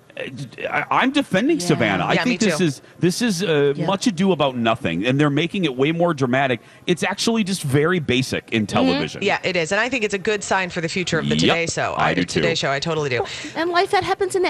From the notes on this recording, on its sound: broadcast live from the AC Hotel for the Superbowl